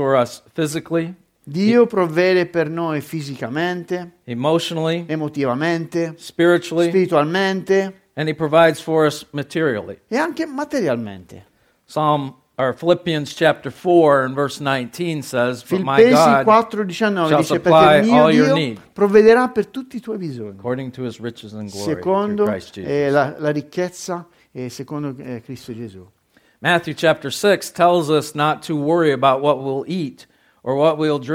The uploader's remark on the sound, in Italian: Registrata presso il Centro Evangelico Battista di Perugia il 9 Ottobre 2022.